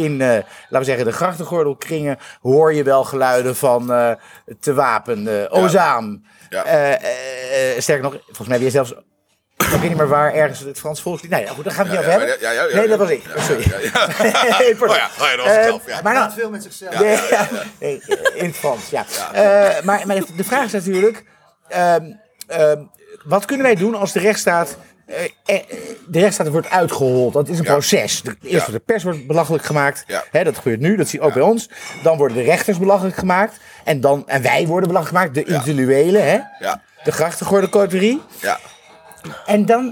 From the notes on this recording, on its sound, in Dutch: Deze podcast werd op 9 februari opgenomen in Pakhuis de Zwijger in Amsterdam tijdens het Resist902-festival.